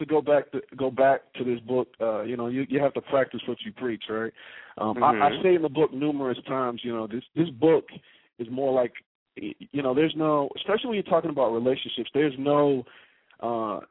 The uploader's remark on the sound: a veteran calling in LIVE from Afghanistan